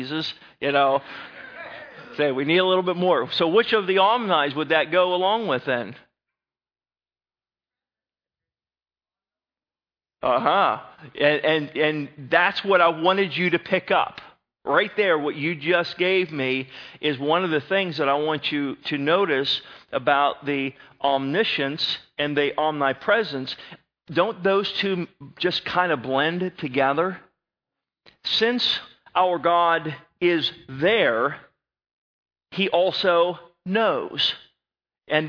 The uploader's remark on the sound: Northside Baptist Church of Elkhart, Indiana.